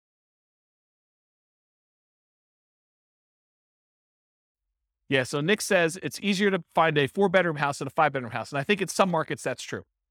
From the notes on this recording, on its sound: This was a live class recorded